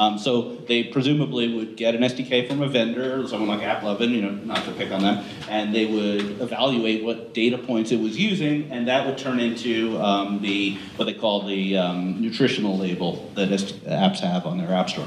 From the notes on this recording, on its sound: Live from "ID5 On the Road" conference. This week we recorded live.